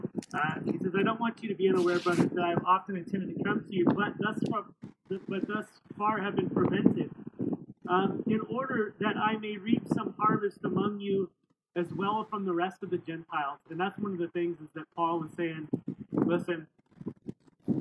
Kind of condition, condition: fault, wind noise